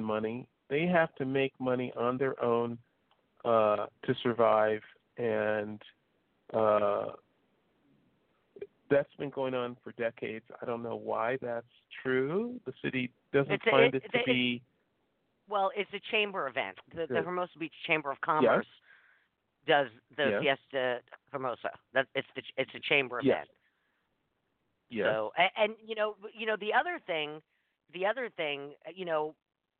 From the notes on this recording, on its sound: This morning on The South Bay Show: South Bay Spotlight, we're opening up the phone lines.